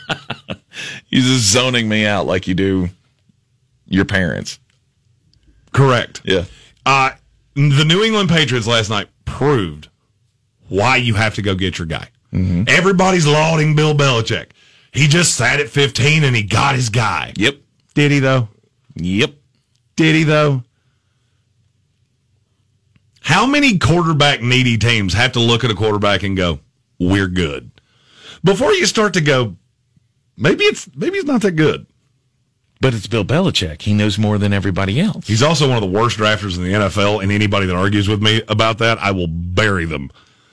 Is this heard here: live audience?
no